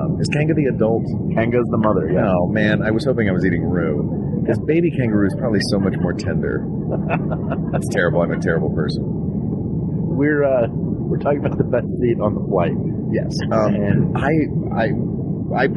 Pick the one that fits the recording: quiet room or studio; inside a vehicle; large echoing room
inside a vehicle